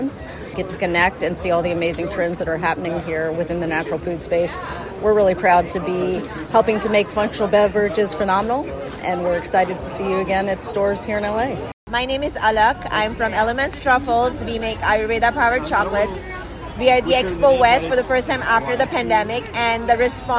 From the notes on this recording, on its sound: Sound bites taken on the floor of Expo West.